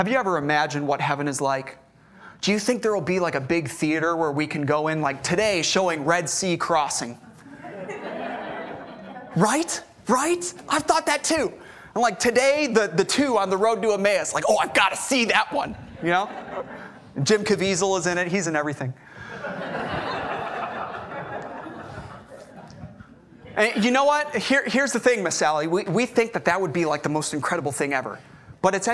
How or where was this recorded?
large echoing room